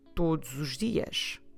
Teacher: But you've noticed that I'm putting together the todos os. Just because that S at the end of todos is between vowels.